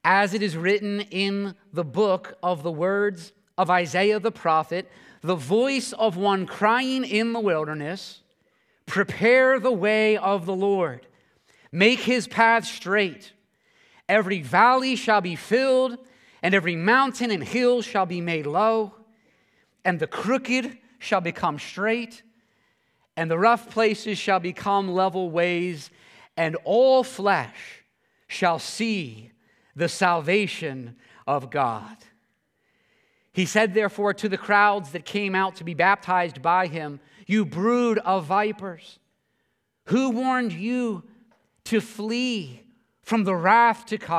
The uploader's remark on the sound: this sermon at Covenant Fellowship Church